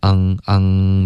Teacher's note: 们发一个呢，OK，就是比如 no 的这个呢的音，你的舌尖会顶着上颚，对吧？No，好，那反过来，比如我们发一个嗯的这个音，这个嗯结尾的嗯的音呢，是要求你的舌头后部分稍微有一点动作，要么是使劲一点，要么是顶上去一点。怎么样都肯定是就是喉咙那块是需要有一点动作你才能发一个嗯嗯的音出来。也许你没有注意到，可是你发一个嗯的音呢，就是你的舌根的部分那个位置呢有一个动作在封住气流，只能从鼻腔出来而不会从口腔出来。这两个鼻音呢,N,第一个的 N 呢就是舌尖顶上颚。那然后这样封住我们的气流，让它从鼻腔出来。然后这个后鼻音的这个嗯的这个嗯，也就是靠后一点，是一个舌根的一个动作。这个音封住的时候呢，嗯，比如 lang，这个时候如果我想要再从口腔，就是刻意的送一点气出来呢，这个就会被这个封住的动作呢就会爆，OK，因为它本来是顶住这个气流，让它从鼻腔出来。现在我从口腔就是稍微用力一点的